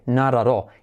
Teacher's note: nuestra letra semiclave T y D convertida en R suave